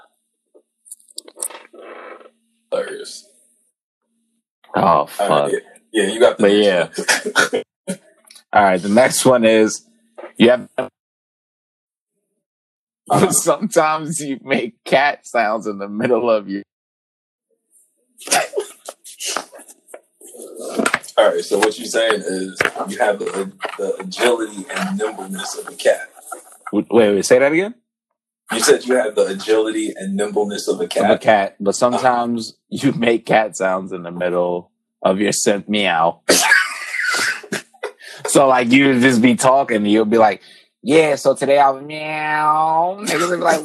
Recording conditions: poor sound quality